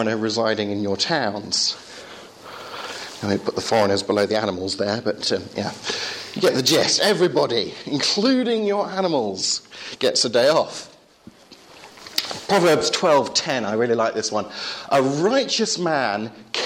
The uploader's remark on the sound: Talk from the first 2012 Reasonable Faith course at Highfield Church, Southampton.